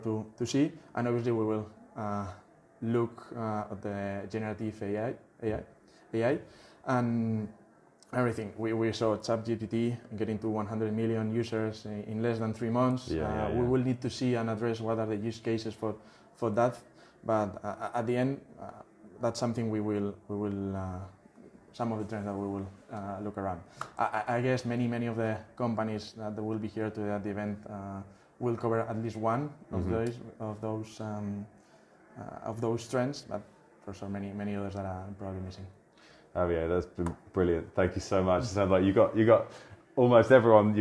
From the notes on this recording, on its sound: Live From ITI Europe. Another one recorded live from Insurtech Insights Europe.